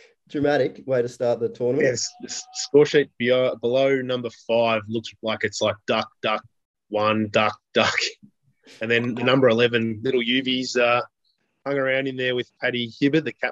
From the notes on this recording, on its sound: as the boys are forced onto zoom